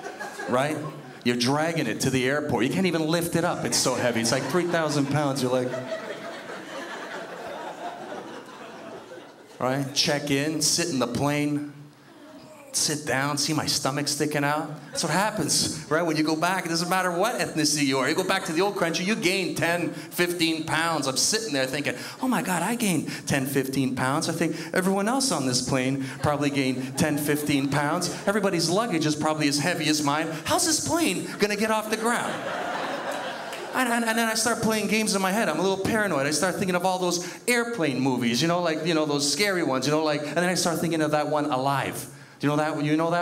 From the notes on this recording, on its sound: stand up from the Just For Laughs Festival in 2011